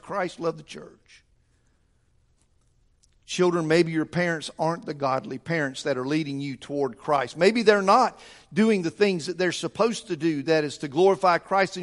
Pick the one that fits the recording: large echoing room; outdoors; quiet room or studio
large echoing room